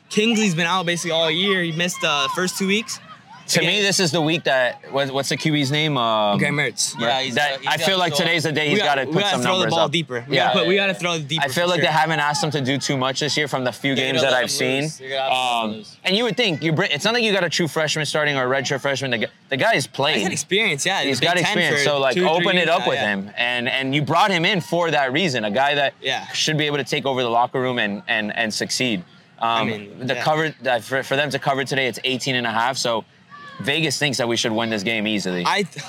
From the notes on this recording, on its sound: Takes on the Swamp for its first ever LIVE experience capturing Gator Growl in Gainesville, FL. Sit live in the middle of the Gator Growl Tailgate Experience.